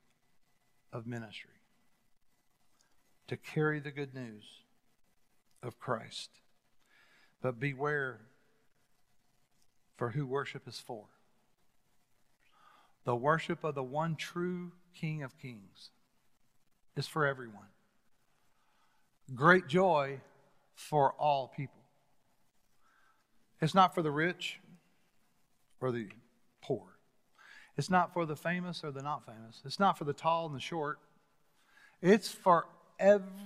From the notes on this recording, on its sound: Recorded live at The Fellowship at Mt Juliet